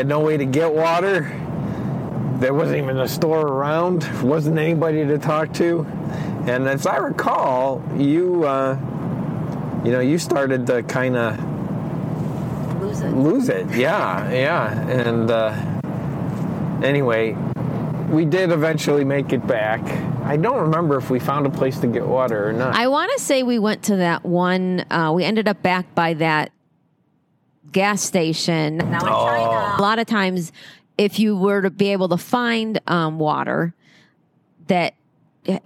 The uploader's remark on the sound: We did the interview while on a long car ride. He had a lapel mic on which picked up some of the road noise.